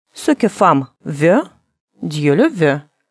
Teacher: Средняя между звуками «о» и «ё». Губы для звука «о» трубочкой, но произносим «э».